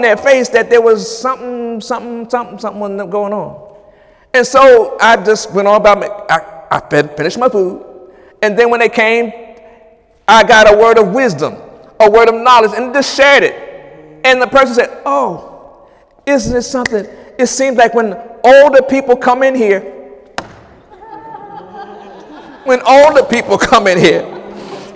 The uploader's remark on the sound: During Wednesday night service on January 10, 2018